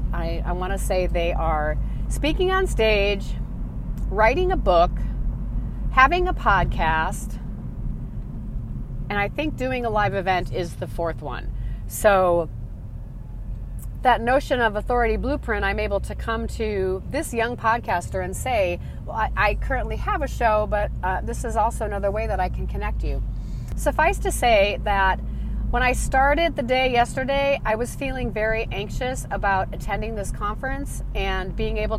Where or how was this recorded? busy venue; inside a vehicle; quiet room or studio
inside a vehicle